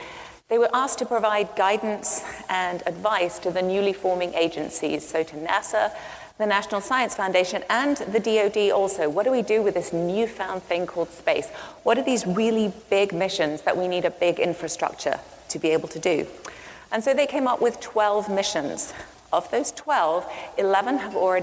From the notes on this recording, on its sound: a talk from earlier this year from the South by Southwest Music Festival